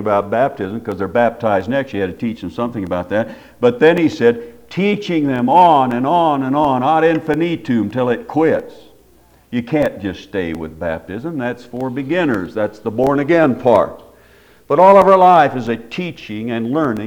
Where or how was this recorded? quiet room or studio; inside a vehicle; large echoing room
large echoing room